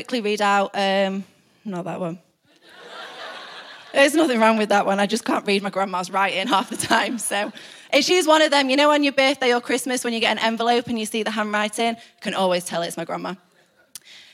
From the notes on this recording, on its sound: Recorded live at the Chesterfield Campus this is the message from the evening service on the 28th July 19.